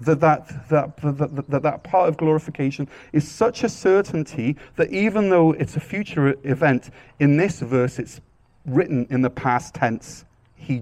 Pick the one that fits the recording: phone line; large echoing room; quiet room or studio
large echoing room